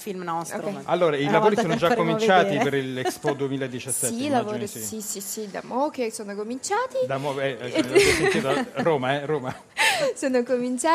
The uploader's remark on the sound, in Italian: In diretta da Expo 2015.